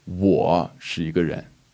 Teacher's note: you put emphasis on the 我, it's saying I am a person